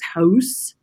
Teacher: I started rounding my OU diphthongs. So when I said things like house, it came out as house.